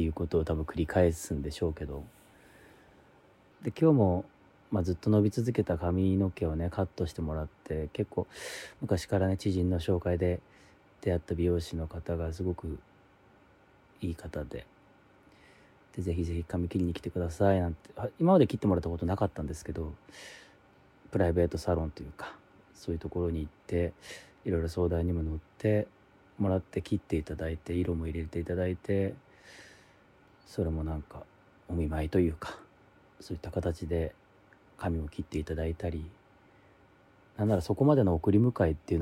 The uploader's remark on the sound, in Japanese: 無菌室なので空気清浄機のノイズや音量バランス等お聞き苦しいかもしれませんがあしからず。